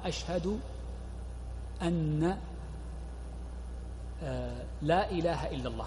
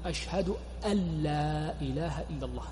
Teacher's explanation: من صور اللحن المهمة التي يقع فيها كثير من المؤذنين، وقد عدها بعض علماء الشافعية من اللحن الجلي، عدوها من اللحن الجلي، والصواب أنها ليست كذلك وإنما هي من اللحن الخفي، وهو عدم إدغام النون في الشهادة الأولى · Shown in: first take · فإن بعض الناس إذا أراد أن يتشهد الشهادة الأولى قال أشهد أن لا إله إلا الله، أشهد أن لا إله إلا الله، أشهد أن لا إله إلا الله، يقولون وهذا خطأ.